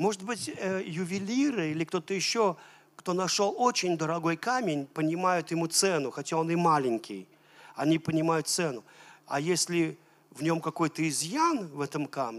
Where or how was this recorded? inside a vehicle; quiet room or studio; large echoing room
large echoing room